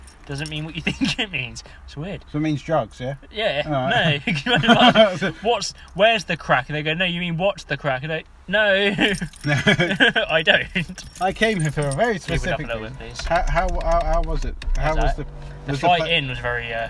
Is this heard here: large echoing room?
no